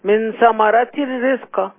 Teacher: نعم ثمرات الري اضغم التنوين في الراء